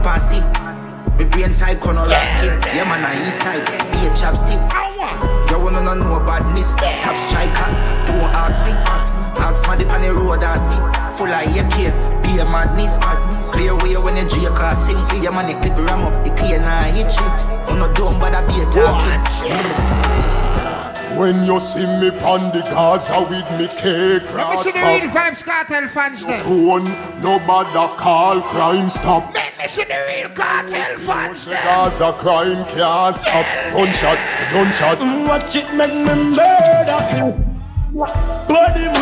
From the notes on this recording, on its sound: BYFARONABOAT3 EVENING BOAT LIVE AUDIO